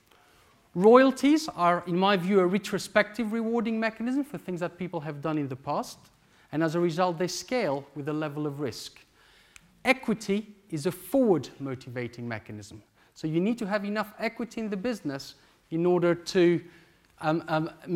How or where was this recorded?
large echoing room